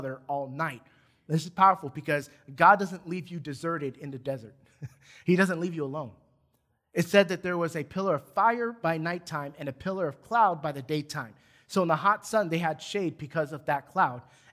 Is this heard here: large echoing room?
yes